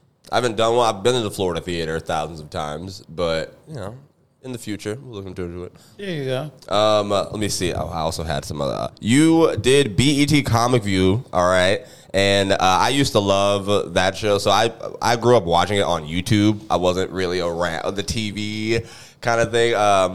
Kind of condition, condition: setting, busy venue